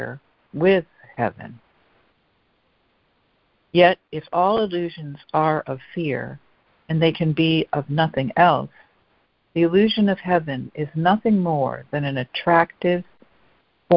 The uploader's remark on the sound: ACIM Daily Conference Call